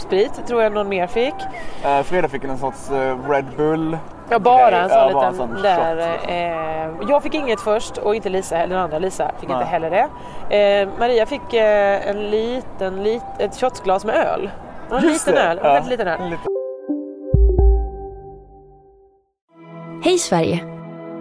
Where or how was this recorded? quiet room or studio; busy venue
busy venue